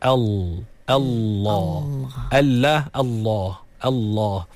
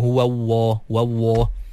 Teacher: Jadi sebenarnya Allah tu lam. Dia lam. Lam yang tebal. · Shown in: first take